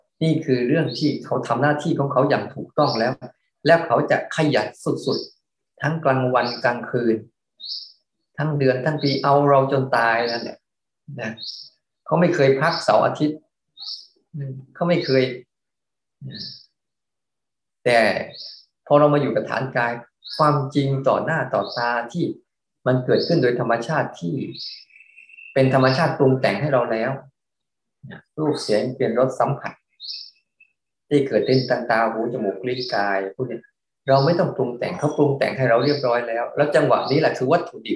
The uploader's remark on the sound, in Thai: เป็น 1 ใน 3 คอร์สออนไลน์ (ผ่านโปรแกรม Zoom)